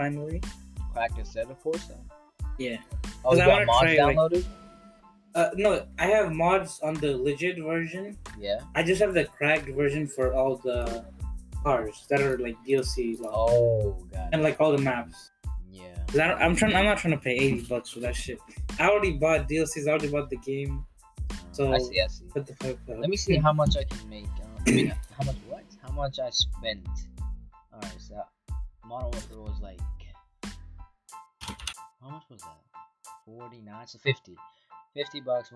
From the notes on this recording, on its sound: Sorry for the technical difficulties and sound quality in this episode.